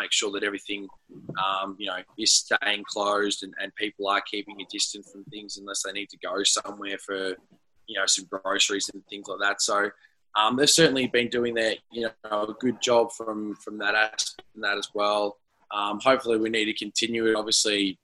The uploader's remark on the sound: This podcast was produced in isolation via a Zoom conference call.